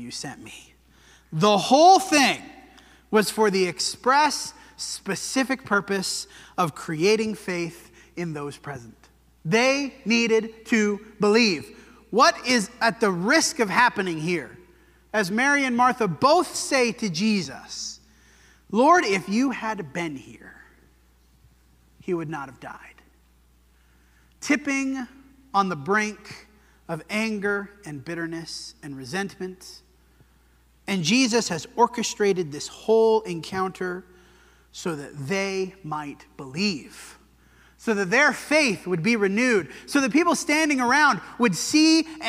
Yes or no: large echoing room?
yes